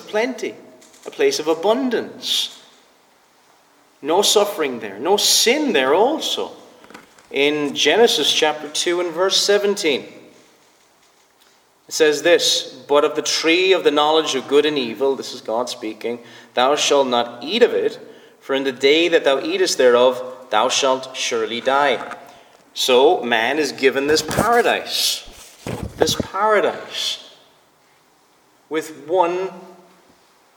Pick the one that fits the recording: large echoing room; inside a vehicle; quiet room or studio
large echoing room